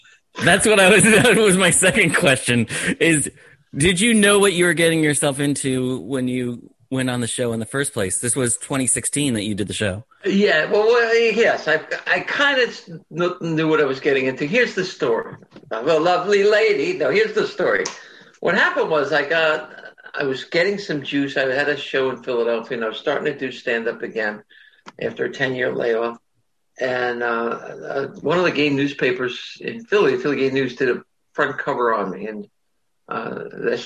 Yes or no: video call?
yes